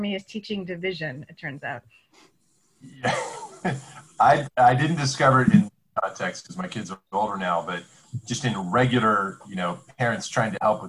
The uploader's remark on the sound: This is our second lockdown episode, simulcast as a Zoom-based video!